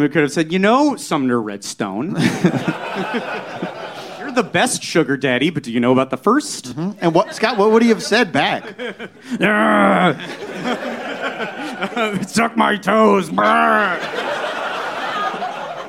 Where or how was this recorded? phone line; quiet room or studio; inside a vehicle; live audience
live audience